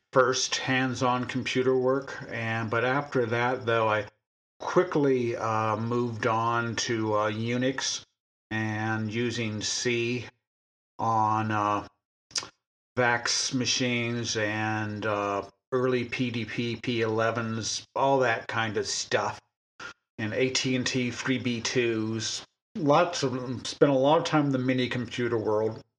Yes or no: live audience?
no